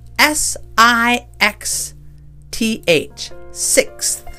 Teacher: It's that unvoiced TH at the end.